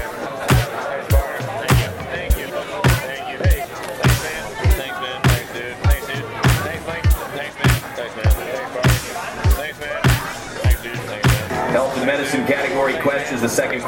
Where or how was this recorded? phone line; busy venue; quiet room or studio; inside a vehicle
busy venue